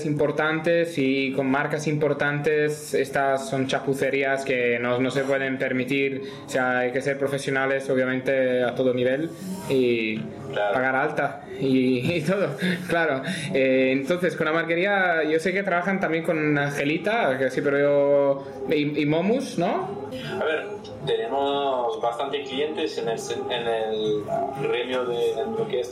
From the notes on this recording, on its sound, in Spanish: Disculparnos por la mala calidad audio y ruido de fondo. Tuvimos unas dificultades técnicas inesperadas.